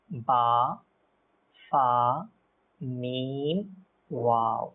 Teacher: সম্পূর্ণ এই ঠোঁটের মাধ্যমে তার দুই ঠোঁটের মাধ্যমে কিন্তু এই 4টা হরফ উচ্চারিত হয়ে থাকে। সেজন্য এগুলা এই 4টি হরফকে আপনার হরফে সাফাওয়িয়াও বলে।